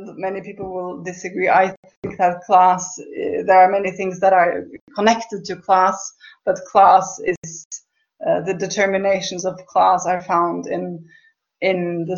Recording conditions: video call